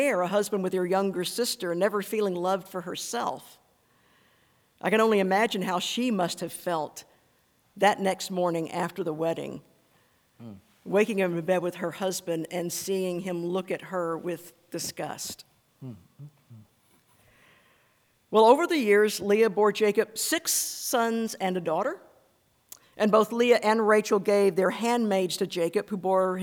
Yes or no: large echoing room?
yes